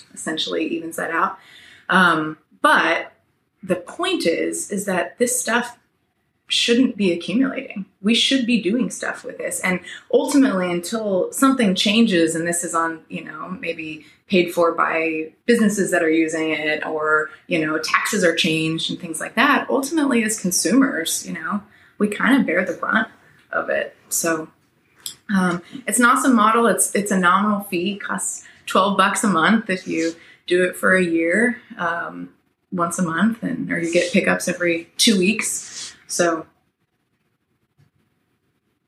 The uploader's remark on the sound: The sound may be a little wonky as we lost one of our mics but the message is still great.